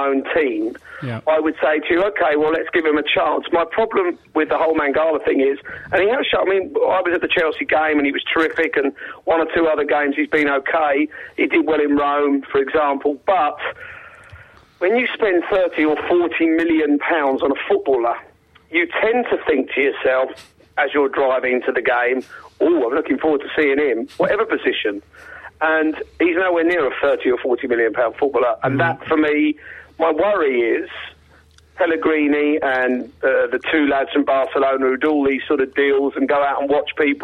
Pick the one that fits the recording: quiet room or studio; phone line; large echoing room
phone line